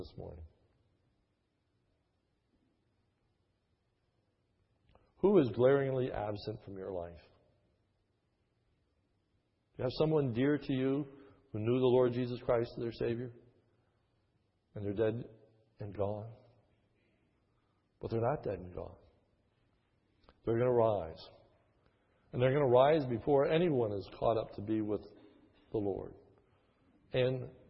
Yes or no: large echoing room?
yes